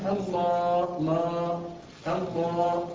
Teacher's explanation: الهاء دي سكنت من اجل الوقف فاصبح مد عارض السكون